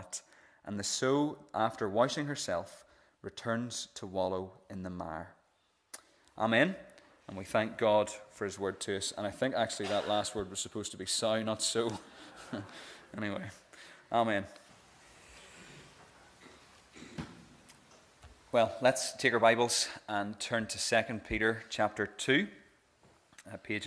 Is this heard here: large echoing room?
yes